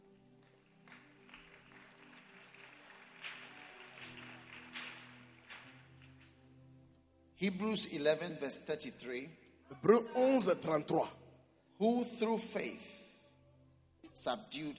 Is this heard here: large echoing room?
yes